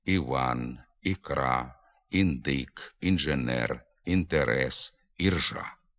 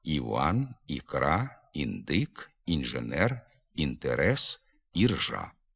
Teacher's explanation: У деяких говорах звук «і» на початку слова послідовно заміняється звуком «и» · Shown in: first take